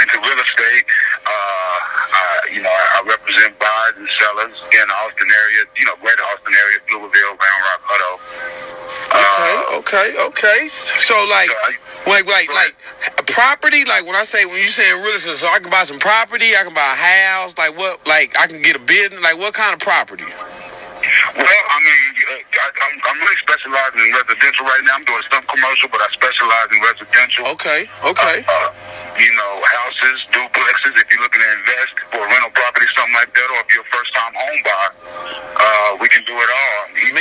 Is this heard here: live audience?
no